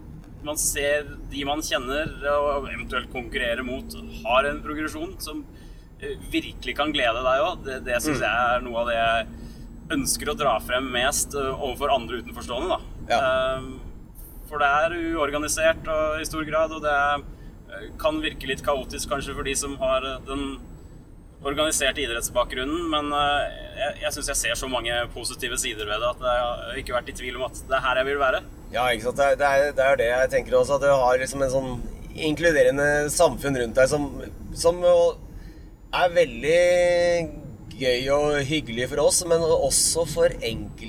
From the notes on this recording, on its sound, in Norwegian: Lydkvaliteten er noe preget av at bilen kjører, men det ble i alle fall en rykende fersk pod!